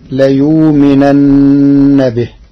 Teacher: قرأ ورش كلمة ليؤمنن بإبدال الهمزة واوا ساكنة تخفيفا فتصير ليؤمنن به.